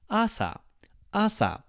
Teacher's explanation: start higher and go lower.